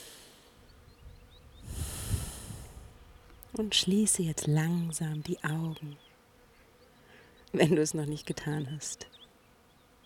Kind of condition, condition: fault, sounds in the background